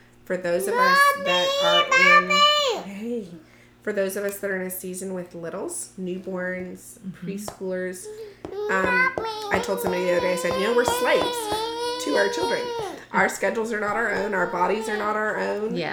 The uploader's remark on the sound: You will hear the sounds of these sweet little ones who joined us for the podcast.